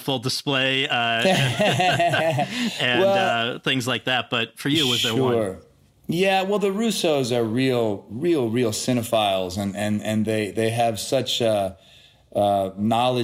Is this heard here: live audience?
no